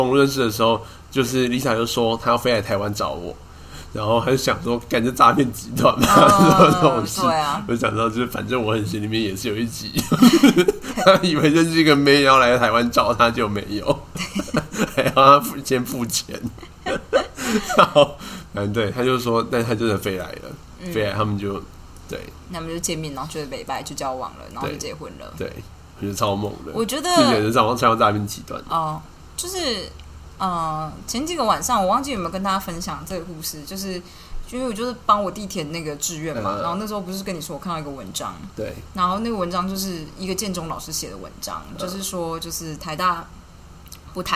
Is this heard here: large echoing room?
no